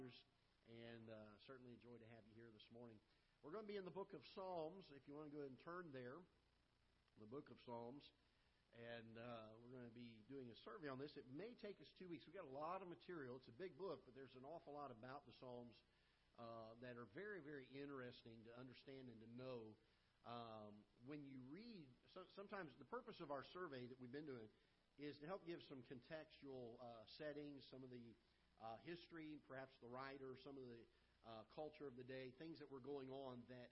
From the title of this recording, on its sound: Ketha Heights Baptist Church ~ Live Broadcast